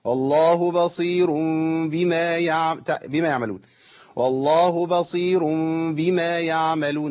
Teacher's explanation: في ناس بتضيع الواو خالص